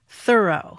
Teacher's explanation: with the accent on the first syllable